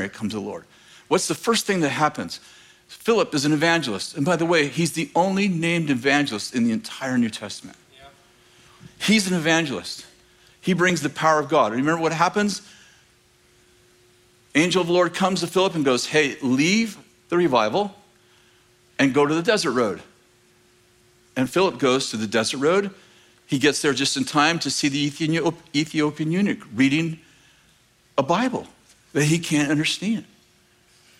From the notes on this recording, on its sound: In this clip from School of the Prophets 2023, at Bethel Church in Redding, CA.